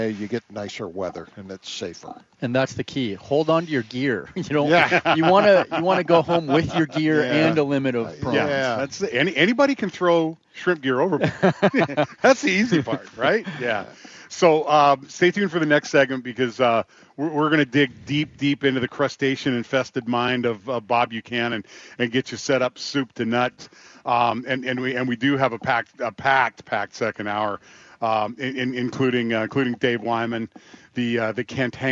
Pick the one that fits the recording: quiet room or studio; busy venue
busy venue